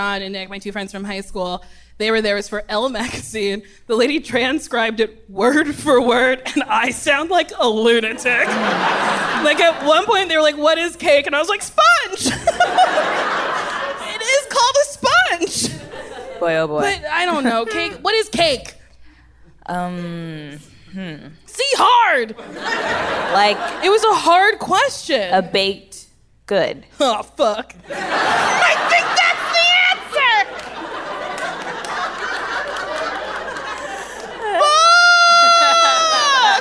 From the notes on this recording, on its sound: Recorded live at the Largo at the Coronet.